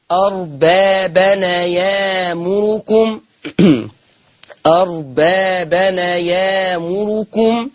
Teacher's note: اربابا ايأمركم، اولا اللفظ السابق هننقل فيه اربابا اربابا هنقل هتبقى نون مفتوحة اربابنا اربابنا، حلو كده، ادي 1. ثم ما ننساش إبدال الهمز الساكن بألف مادية